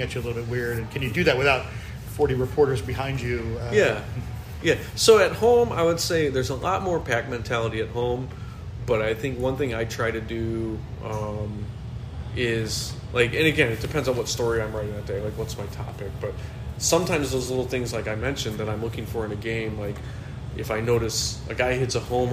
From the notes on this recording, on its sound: We recorded at a downtown bar in early April during opening week of the brand new 2023 regular season and just a few hours following the postponement of a Cubs-Reds game due to rain.